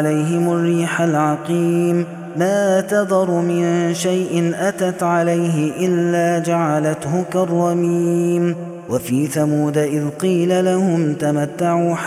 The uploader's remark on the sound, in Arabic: هذا التسجيل من صلاة التراويح